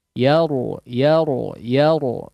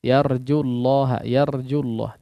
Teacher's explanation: Huruf ra ditebalkan. Jangan sekedar cuman bunyi R saja. · Shown in: first take